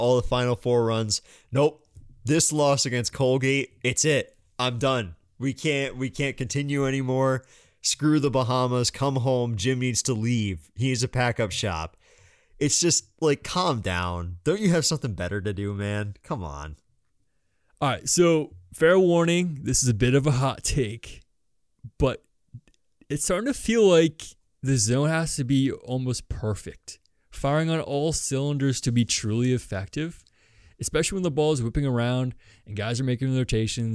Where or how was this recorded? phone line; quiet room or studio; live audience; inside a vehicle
quiet room or studio